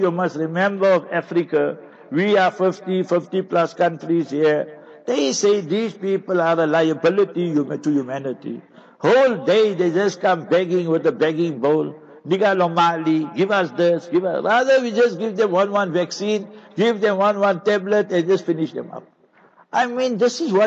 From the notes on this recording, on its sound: Jumah Lecture at Avonadalle Musallah